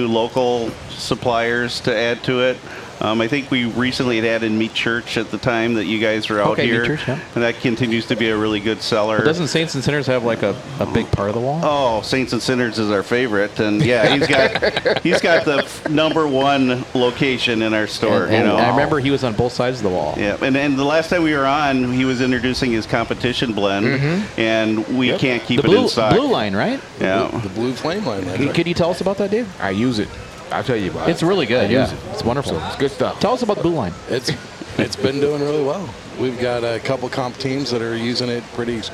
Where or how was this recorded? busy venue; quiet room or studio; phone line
busy venue